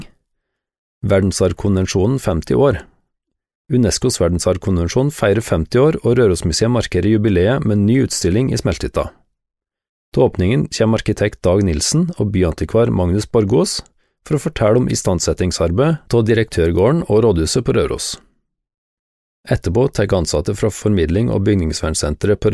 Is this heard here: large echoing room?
no